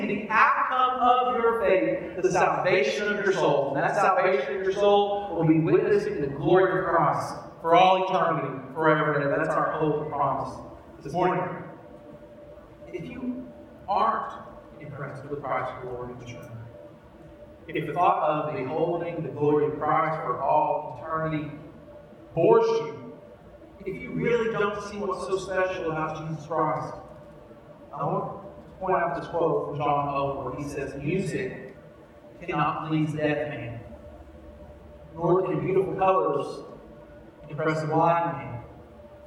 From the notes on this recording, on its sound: We apologize for the audio quality of this episode. We experienced technical difficulties during this recording which we hope to resolve before next week's recording.